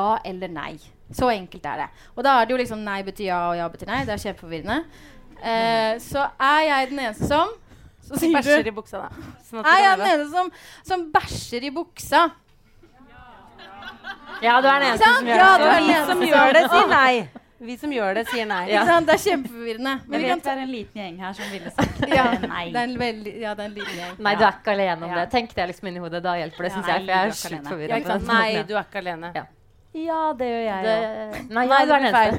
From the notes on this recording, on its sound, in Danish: Live fra Nieu Scene. Takk til alle som møtte opp fysisk eller på stream. Her er første del av livepodden.